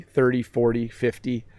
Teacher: You hear how the T sounds more like a D · Term: flap T